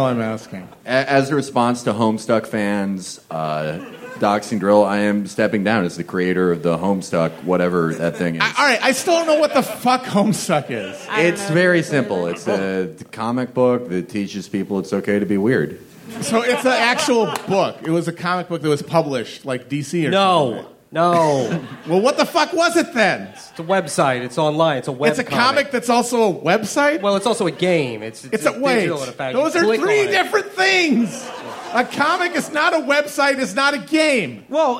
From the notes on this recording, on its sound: Recorded live at the Brooklyn Pod Fest at The Bell House.